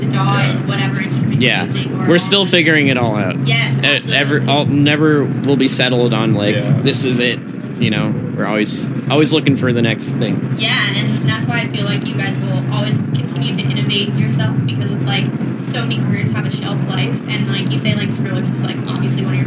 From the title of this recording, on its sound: Live from Forbidden Kingdom